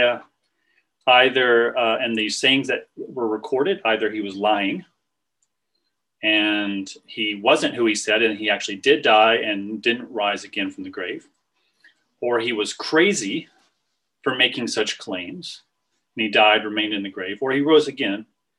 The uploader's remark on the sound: This was recorded on Zoom